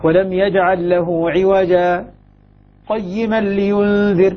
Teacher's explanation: أن يسكت سكتة لطيفة خير تظنه يريد أن ينصرف عن القراءة ثم يعود، لكن كل ذلك دون تنفس، يعني هي دون الوقف، دون الوقف وفوق السكتة، وفوق الإظهار، الإظهار، الإظهار المطلق.